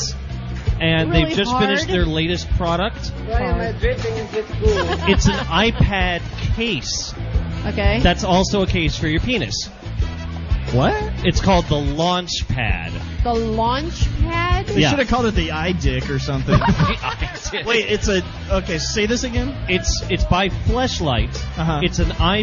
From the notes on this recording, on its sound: broadcast live from the House of Blues in Anaheim.